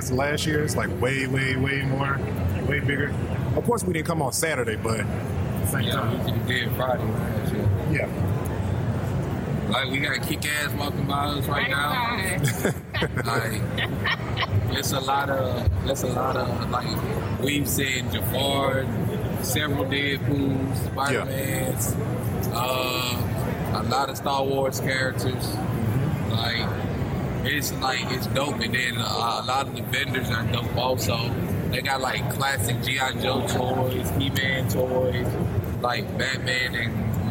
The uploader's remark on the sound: LIVE from Comicpalooza 2018